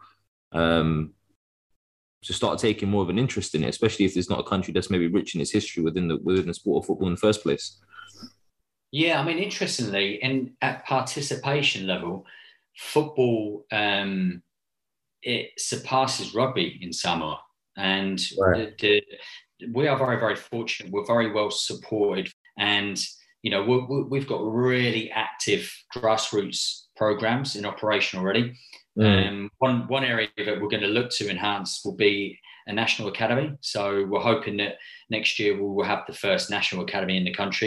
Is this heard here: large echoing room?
no